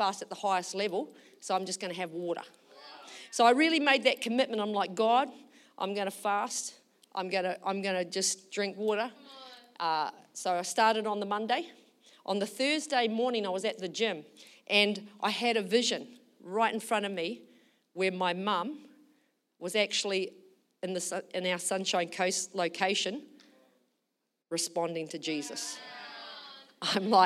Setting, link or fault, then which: setting, large echoing room